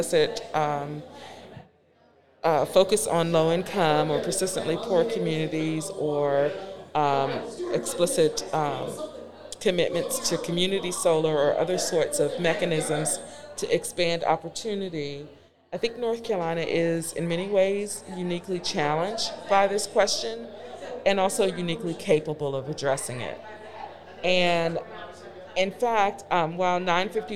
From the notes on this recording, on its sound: a live recording down at the Southeast Renewable Energy Summit in Charlotte, NC